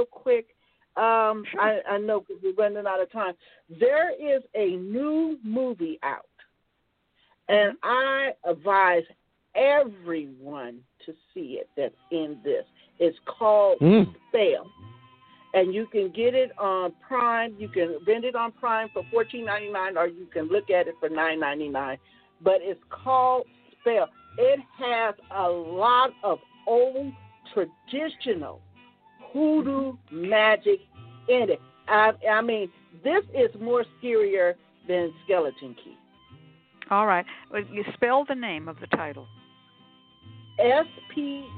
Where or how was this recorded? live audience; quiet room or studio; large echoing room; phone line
phone line